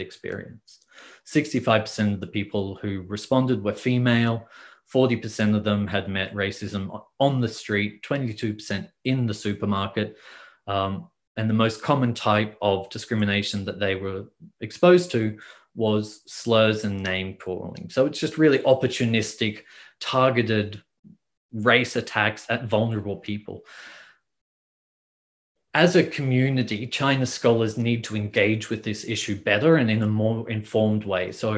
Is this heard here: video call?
yes